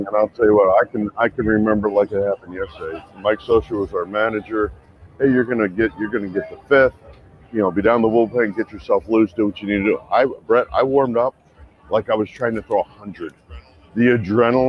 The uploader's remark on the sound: live once again from the All-Star Game in Seattle